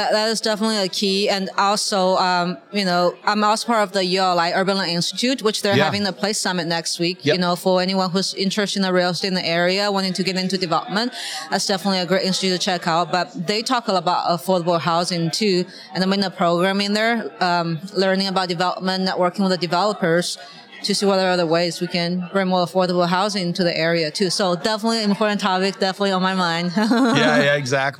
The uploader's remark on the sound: 2023 NWA Tech Summit Live. Featuring live-recorded conversations at the 2023 Northwest Arkansas Technology Summit with the thinkers and doers shaping the future of global tech in Bentonville.